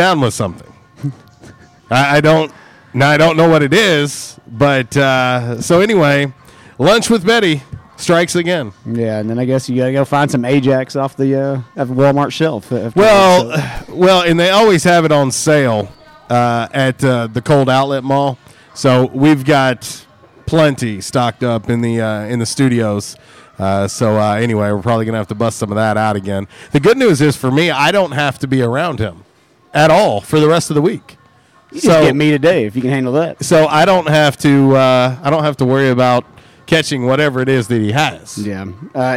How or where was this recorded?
busy venue